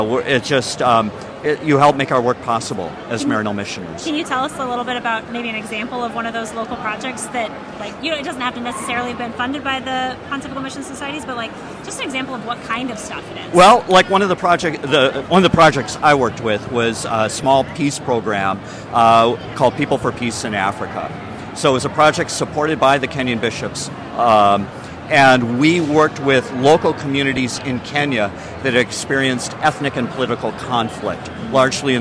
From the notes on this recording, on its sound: captured live at the National Catholic Youth Conference